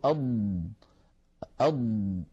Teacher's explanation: فالضاد يا إخوتي حرف مجهور وليس فيه جريان للصوت للنفس، لأنه ليس من حروف سكت فحثه شخص، فلما نقول أض نجد بأنه لا يجري معها نفس ولكن الصوت يمتد · فهذا الامتداد للصوت هو رخاوة. فالضاد مجهورة يعني لا يجري معها نفس لكنها رخوة يعني يجري معها الصوت. بالنسبة للاستعلاء هي حرف مستعل لأنها من حروف خص ضغط قض، فهي حرف مستعل في كلمة ضغط، وينتج عن ذلك التفخيم كما نعلم.